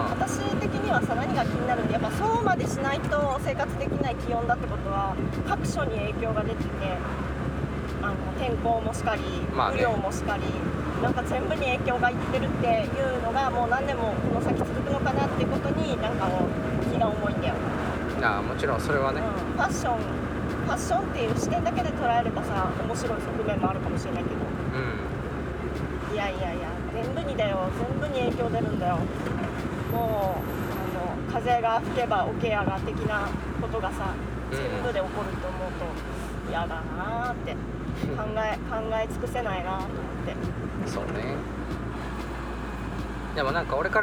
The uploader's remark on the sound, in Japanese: 軽トラでクリーンセンターへゴミ出しに向かう道すがらの収録